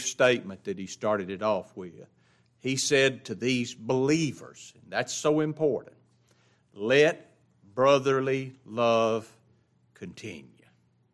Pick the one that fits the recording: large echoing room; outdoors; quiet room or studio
large echoing room